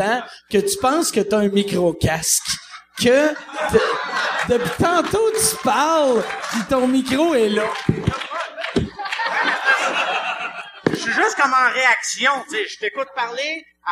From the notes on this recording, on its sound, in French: Enregistré devant le public de Québec au ComédieHa!